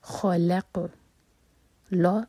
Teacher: خلق لا آواز نہیں آنی چاہیے، لام لائٹ ہے